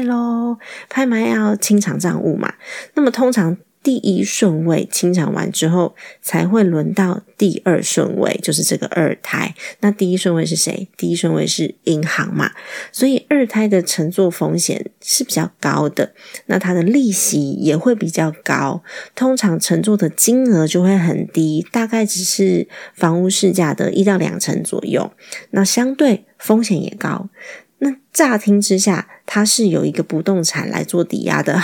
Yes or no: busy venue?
no